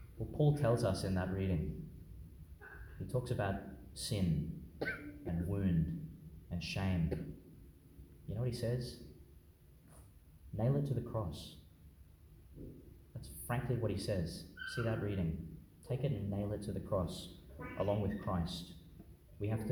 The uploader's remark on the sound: delivered in Our Lady Star of the Sea Church, Gladstone, Qld.